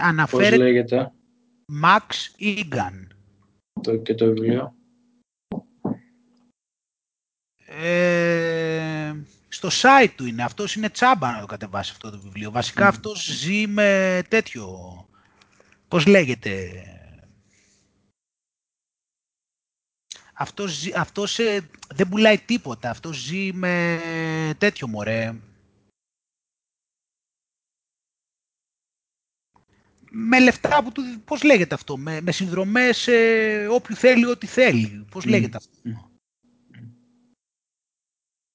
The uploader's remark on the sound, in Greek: Οι εβδομαδιαίες συνομιλίες μας στο skype κάνουν κάθε φορά και τους δυο μας σοφότερους οπότε πρώτα αποφασίσαμε να τις καταγράψουμε